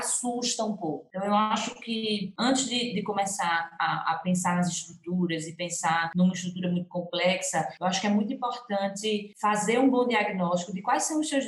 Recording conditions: video call